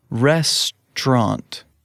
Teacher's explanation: And one last note about the pronunciation of the word restaurante. In certain dialects of English, restaurant often has a ch sound in the middle of the word